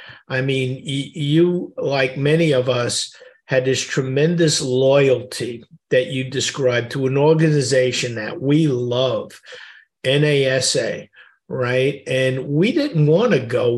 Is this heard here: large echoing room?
no